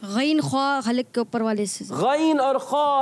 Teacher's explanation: غین اور خوا حلق کے اوپر والے حصے سے